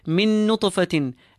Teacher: We read those two noons as if one and we pull the noon. Min nutfatin, ta with a sukoon, nice and strong. · Term: Idgham with gunna